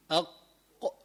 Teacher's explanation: فإذا هذه القاف إلى فوق والكاف إلى تحت، لا من اللسان، تخرج من اللسان أك أك أق أق. أنت عم تستعمل آخر لسانك من الخلف